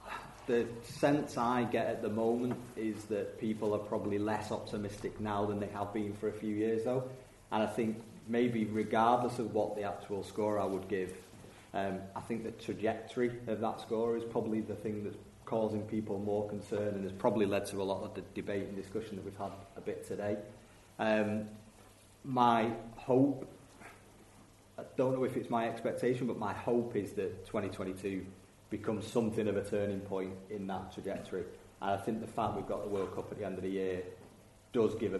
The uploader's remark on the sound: LIVE in Featherstone. We were LIVE at the Featherstone Community Centre.